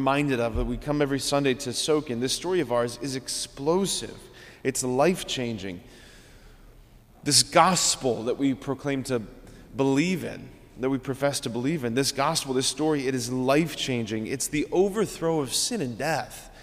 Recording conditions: large echoing room